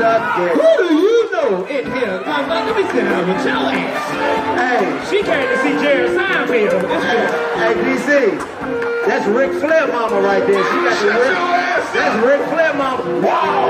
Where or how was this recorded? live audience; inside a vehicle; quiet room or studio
live audience